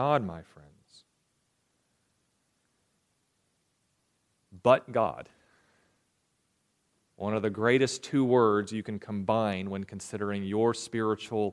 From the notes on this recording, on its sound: recorded January 28, 2023, at the Ringgold Seventh-day Adventist Church